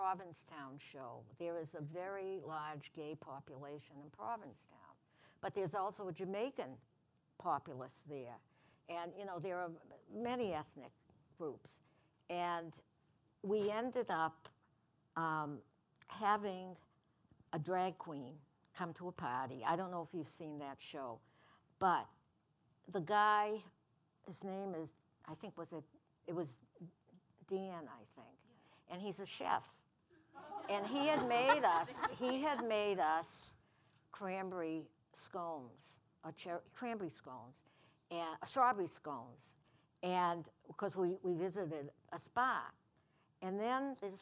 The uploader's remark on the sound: our first podcast before a live audience